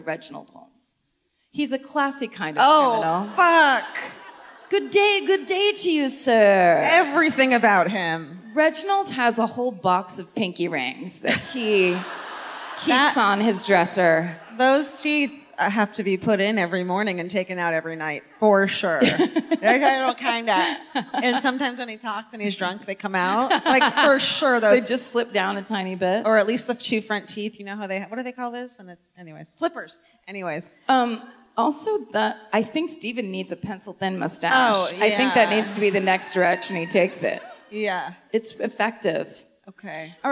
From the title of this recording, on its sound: Live at the Enmore Theatre